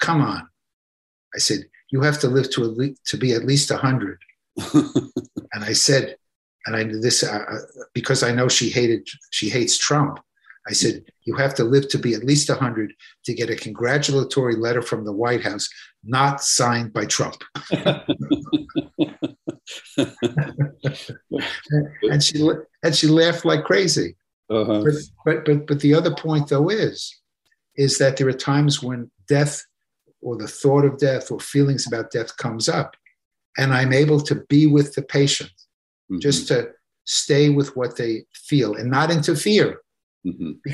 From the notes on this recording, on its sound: This episode features the audio from one of the ACO case presentation webinars.